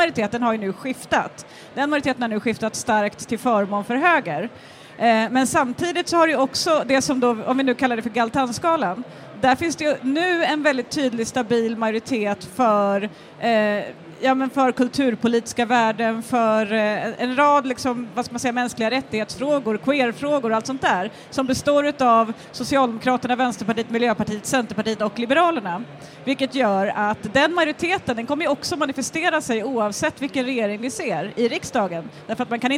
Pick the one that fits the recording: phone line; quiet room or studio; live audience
live audience